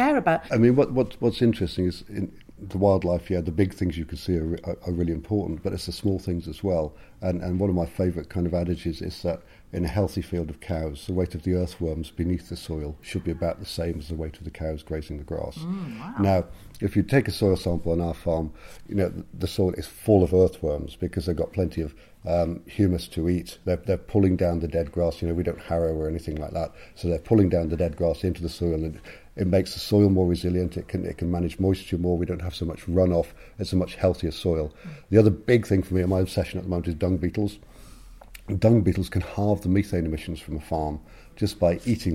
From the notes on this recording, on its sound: at the Abergavenny Food Festival earlier this year